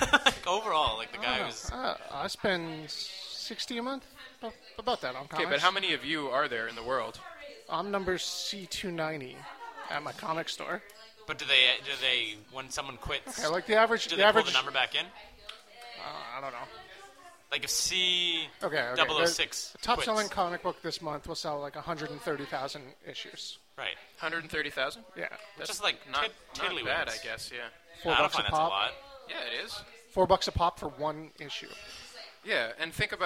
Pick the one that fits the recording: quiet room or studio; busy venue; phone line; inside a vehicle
busy venue